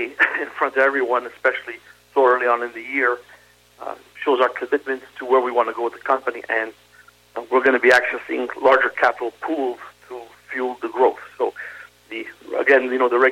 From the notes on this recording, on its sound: SmallCapVoice Interview. Called.